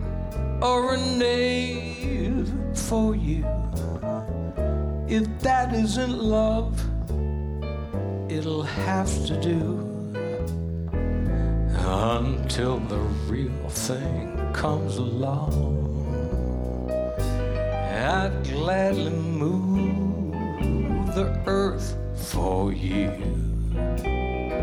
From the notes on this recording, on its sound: Live at the South Point Casino